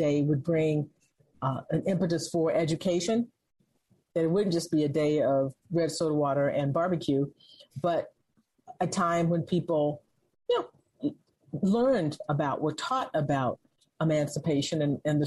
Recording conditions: video call